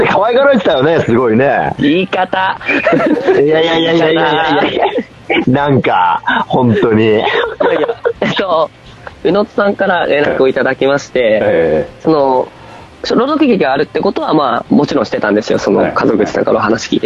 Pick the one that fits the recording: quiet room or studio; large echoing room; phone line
phone line